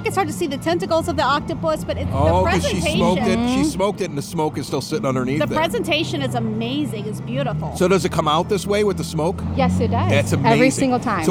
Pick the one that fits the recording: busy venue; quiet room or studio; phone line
busy venue